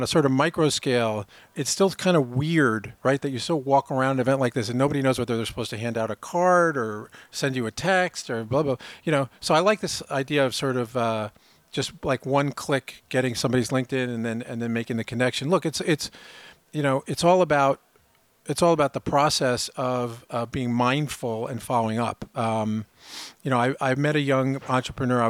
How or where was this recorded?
busy venue